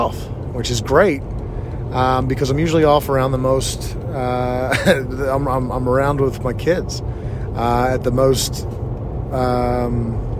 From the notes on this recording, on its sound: On my way home from work. I was 17 minutes away when I began recording.